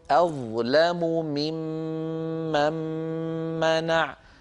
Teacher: توالى في النطق بسبب الإدغامات ست ميمات حرف الميم تكرر ست مرات متتالية لا يفصل بين هذه الميمات الست حرف آخر ولا حرف مد